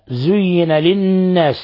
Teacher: النون هنا مشددة تغن مقدار حركتين